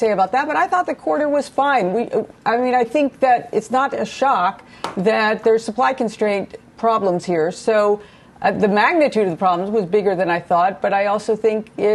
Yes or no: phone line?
no